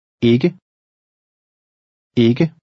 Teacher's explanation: The double K sounds like a cross between a G and K. Try it. Ikke.